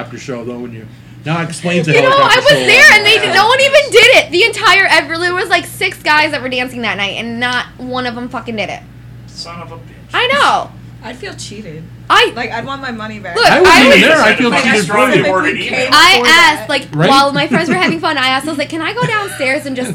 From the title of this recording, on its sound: Live From The Strip Club